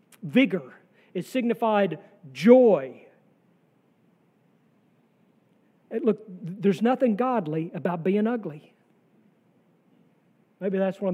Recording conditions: large echoing room